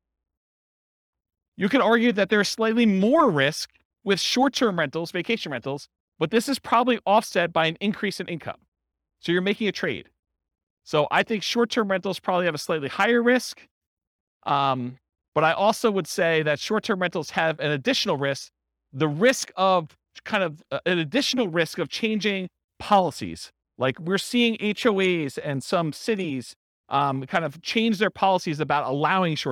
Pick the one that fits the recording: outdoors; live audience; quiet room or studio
live audience